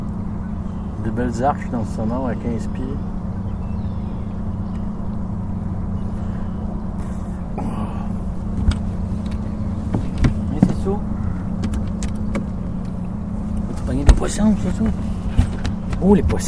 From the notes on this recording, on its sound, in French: Je l’ai enregistré mercredi dernier lors d’une soirée de pêche au doré